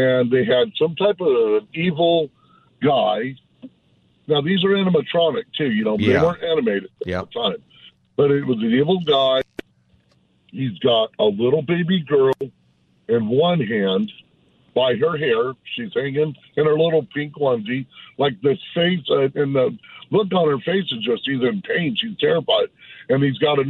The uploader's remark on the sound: holds Open Phone Friday